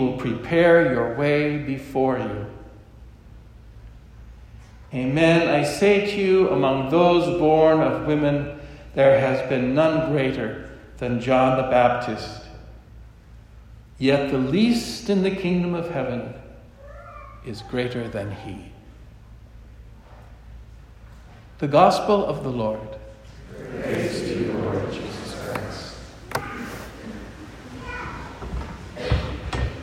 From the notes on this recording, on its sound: This homily was preached at Our Lady of Fatima Church in Spokane, Washington.